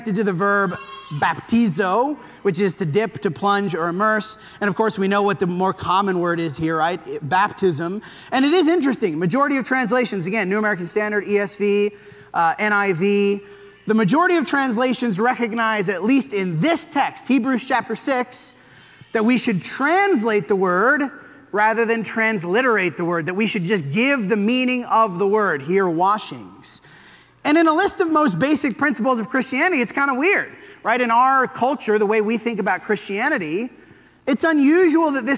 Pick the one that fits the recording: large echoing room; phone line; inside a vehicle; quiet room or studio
large echoing room